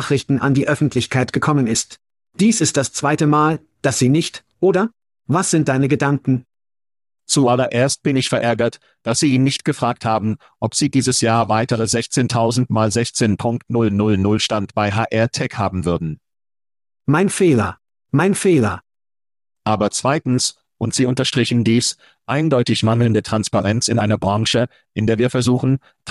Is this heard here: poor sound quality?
no